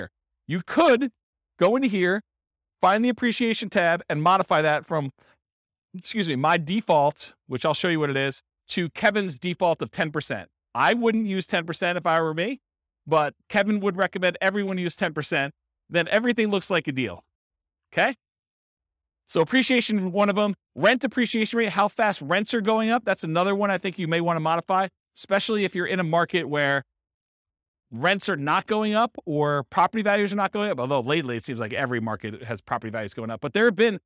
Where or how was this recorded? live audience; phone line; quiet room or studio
live audience